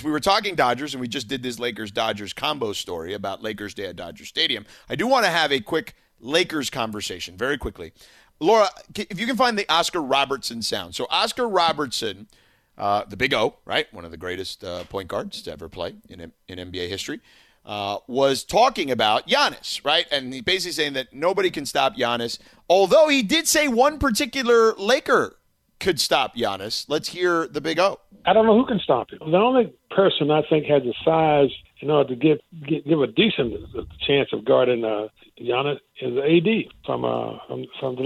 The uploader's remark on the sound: The phone lines continue to light up and share their opinions.